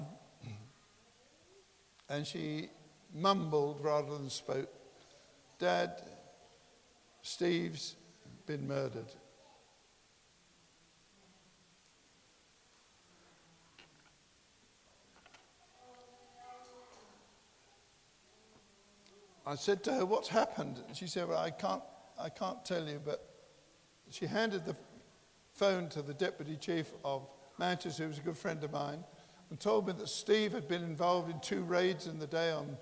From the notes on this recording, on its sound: Christ Church, Bayston Hill (UK)